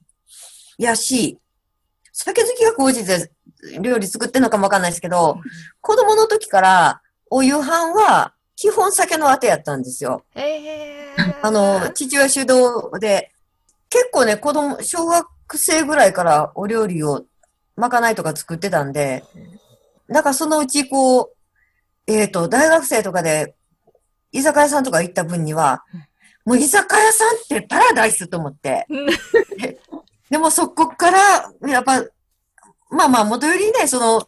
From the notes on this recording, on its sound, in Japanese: クリスマスのコスチュームもつけながらZoomでお話を伺いました。